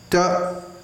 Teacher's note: It's a flat sound pronounced by putting the tongue against the teeth, and if you're not used to it, you may not hear the difference.